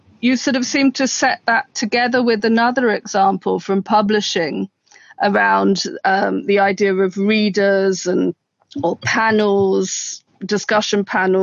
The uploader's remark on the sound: The internationally renowned London Critical Theory Summer School. This is a recording of a Zoom.